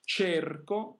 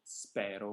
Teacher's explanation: Quindi la prima cerco è chiusa, spero è aperta.